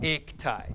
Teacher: because tau is a voiceless, it attracts the equivalent voiceless guttural, and you get that, ikti.